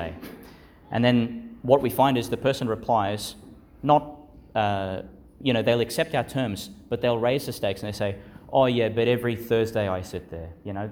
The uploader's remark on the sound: delivered (in the evening) in Our Lady Star of the Sea Church, Gladstone, Qld.